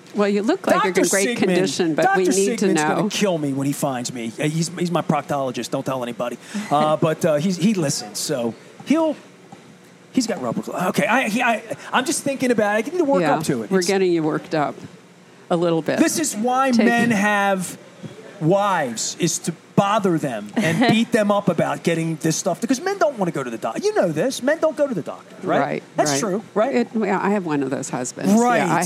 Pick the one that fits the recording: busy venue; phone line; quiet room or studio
busy venue